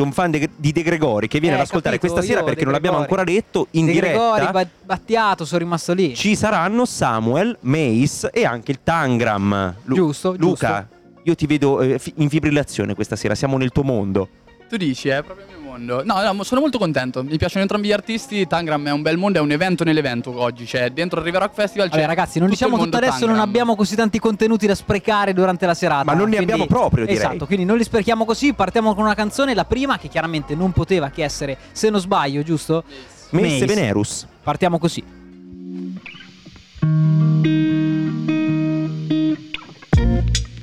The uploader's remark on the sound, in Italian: RIVEROCK: Diretta Pre Concerto